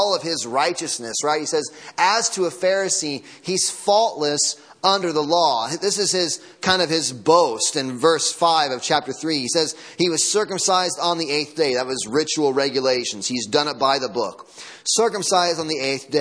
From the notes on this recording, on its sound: Sunday morning sermon audio